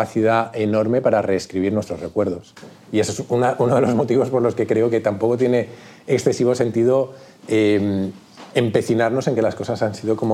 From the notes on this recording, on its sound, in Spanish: Grabación completa del evento de presentación de «La realidad no existe», con público